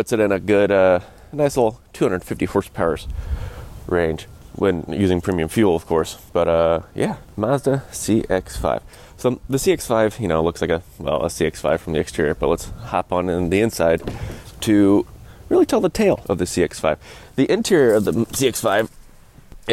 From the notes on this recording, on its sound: Hops behind the wheel of the 2021 Mazda CX-5 Signature Edition and puts it through its pace. In a recorded walk around before taking you along for a real-time drive review.